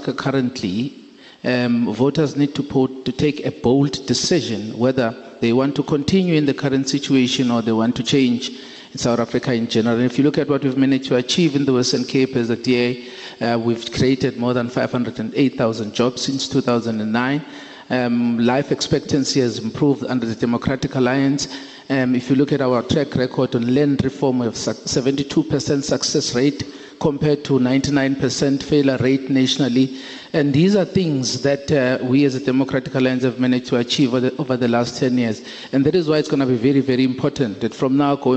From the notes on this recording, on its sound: Newsbreak's Election Roadshow stops in Cape Town. The Newsbreak Election Debate Roadshow headed to Cape Town this past weekend. The team broadcasted live from the Siva Aalyam Temple Hall in Rylands.